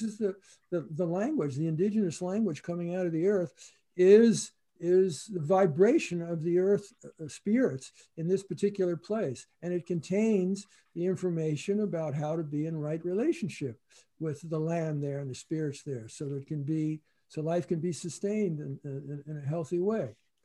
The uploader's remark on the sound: In this mid-pandemic throwback. Gathered via Zoom.